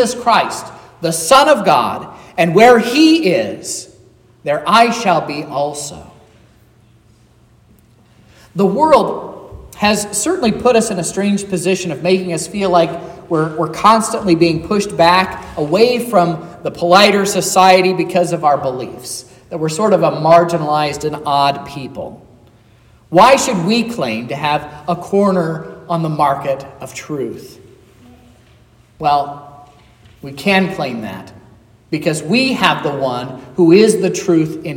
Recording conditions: large echoing room